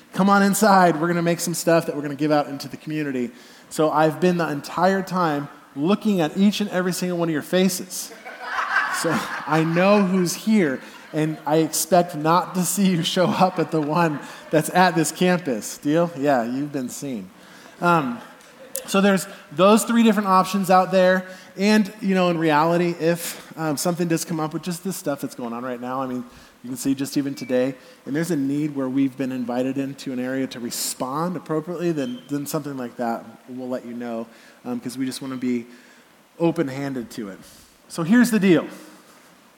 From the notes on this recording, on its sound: Message delivered at the Benicia campus